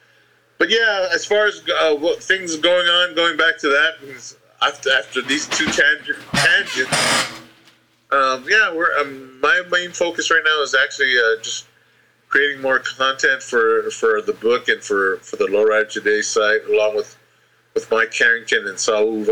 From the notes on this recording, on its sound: The lowered Garage sessions. While I am still getting the bugs worked out I must apologize again the audio isn't great.